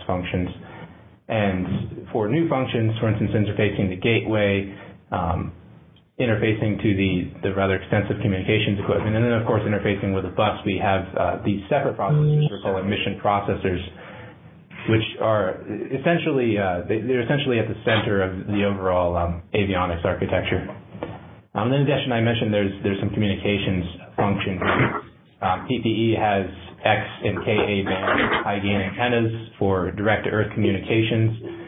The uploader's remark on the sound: a Future In-Space Operations teleconference